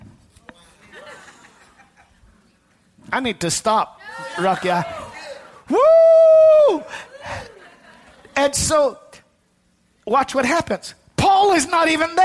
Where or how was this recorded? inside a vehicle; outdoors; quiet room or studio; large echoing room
large echoing room